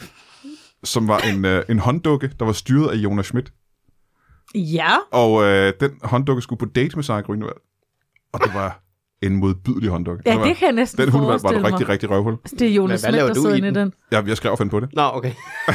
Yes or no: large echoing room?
no